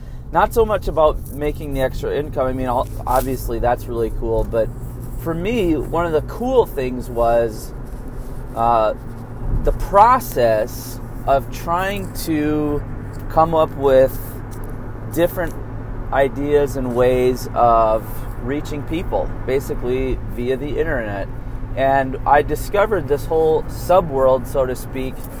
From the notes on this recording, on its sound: Thought I would record a quick podcat with just my iPhone and earbuds.